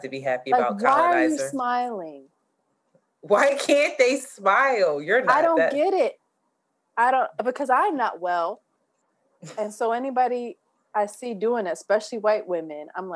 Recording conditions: video call